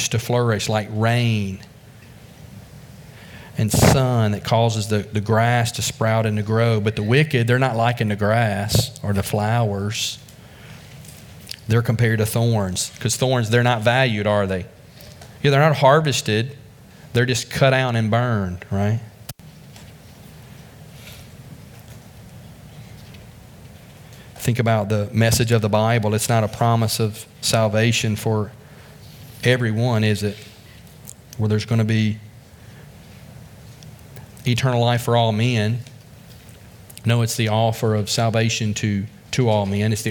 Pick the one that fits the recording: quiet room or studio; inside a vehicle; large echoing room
large echoing room